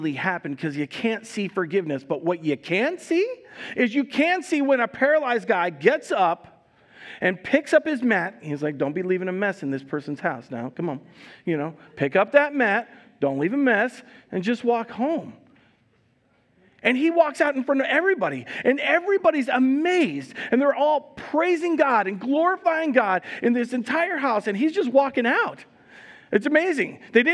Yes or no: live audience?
yes